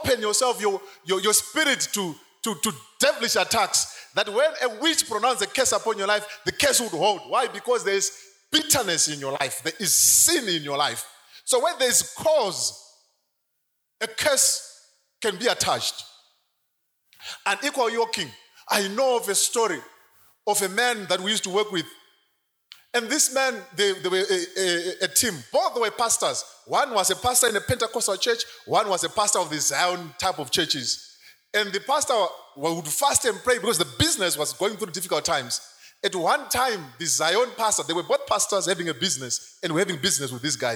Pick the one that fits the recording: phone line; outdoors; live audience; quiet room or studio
live audience